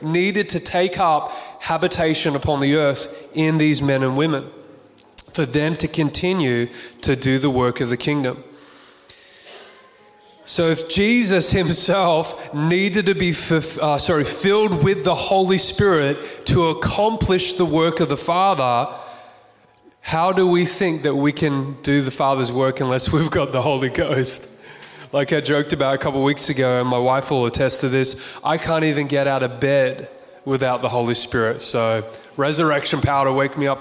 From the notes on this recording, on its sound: Recorded on June 5th 2022 at our Cafe Church style Sunday Service in Burleigh Waters Community Centre on the Gold Coast.